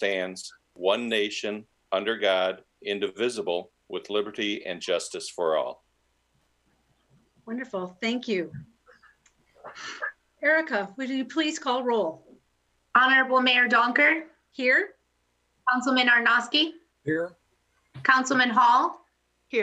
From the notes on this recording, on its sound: This is a regular meeting of the Midland City Council. This was an online Zoom webinar brought to you the MCTV Network and the City of Midland.